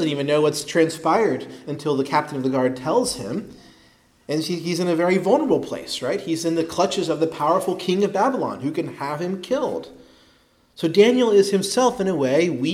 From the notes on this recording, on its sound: preached at Christ Our Savior Baptist Church